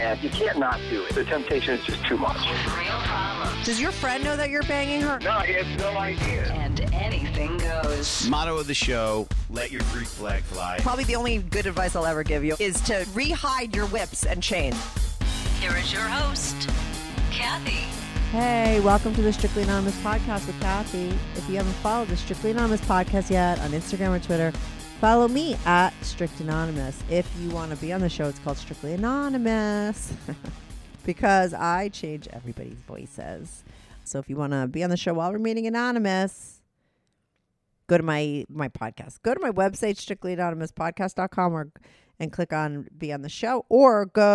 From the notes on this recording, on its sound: she called in to talk all about it